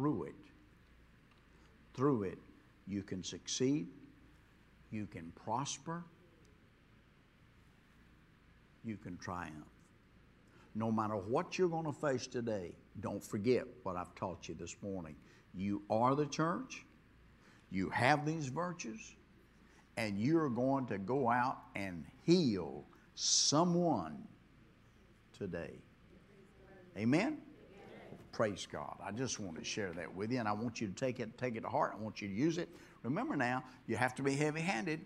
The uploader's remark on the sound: this was recorded on Friday at Abundant Living Ministries.